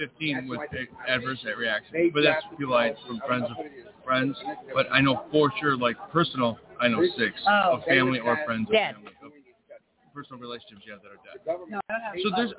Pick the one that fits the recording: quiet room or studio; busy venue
busy venue